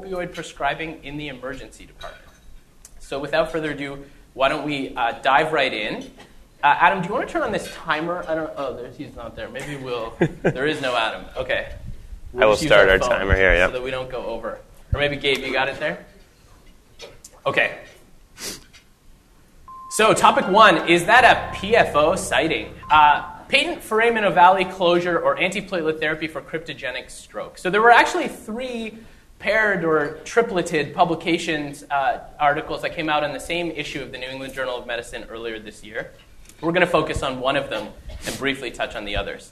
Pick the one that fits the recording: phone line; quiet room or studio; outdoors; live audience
live audience